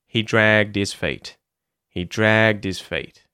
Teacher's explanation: have H deletion, where the H at the front of his and her, that h sound, disappears